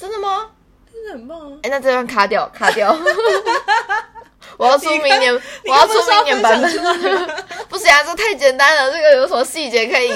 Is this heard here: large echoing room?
no